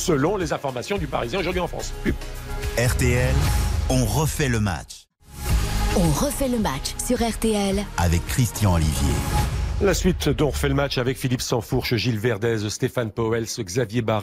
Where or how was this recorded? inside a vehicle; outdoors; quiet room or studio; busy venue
busy venue